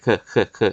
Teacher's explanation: เสียงกักแล้วก็ปล่อยอย่างเร็วๆนะครับ ก็เป็นเสียงเคอะเคอะเคอะอย่างที่เราออกทุกปัปัจจุบันเนี่ยครับส่วนคอขวดนะครับเดิมออกเสียงนะครับเป็นเสียงไม่ก้องเพดานอ่อนอ่าแล้วก็ f r i cเ t iีฟนะ f r i cเ